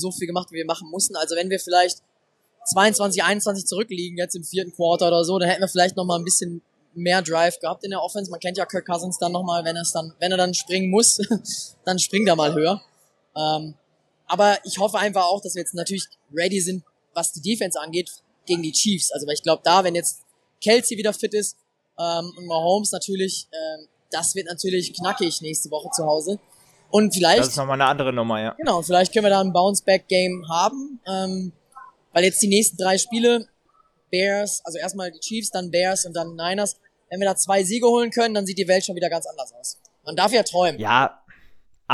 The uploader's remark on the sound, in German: Review live aus Charlotte. Wir haben unmittelbar nach dem Spiel eine kurze Analyse des ersten Saisonsiegs aufgenommen und die Stimmung vor Ort für euch eingefangen.